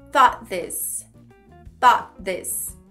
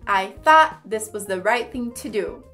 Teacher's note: Agora vamos falar com um pouquinho mais de naturalidade e perceber como a palavra thought vai se juntar com this e o finalzinho, o T, ele vai se juntar com o T do this, então vai ficar assim: thought this, thought this.